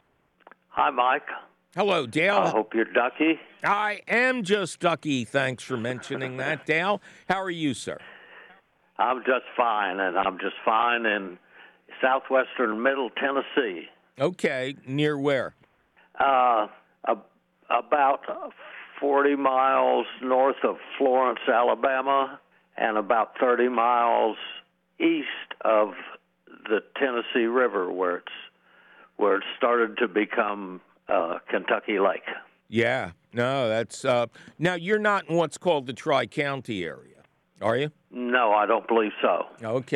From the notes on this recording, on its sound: your fabulous phone calls!